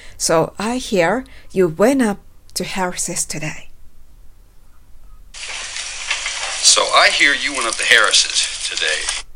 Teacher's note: went up のところが、T の脱落が起こって went up のように発音されています。